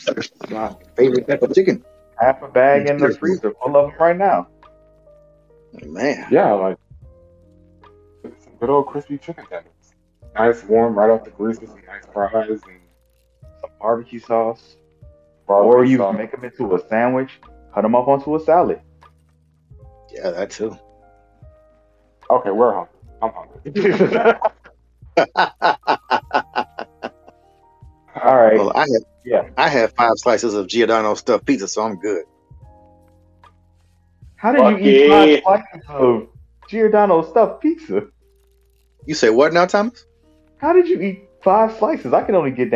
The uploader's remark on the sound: Once again please excuse the mic issues.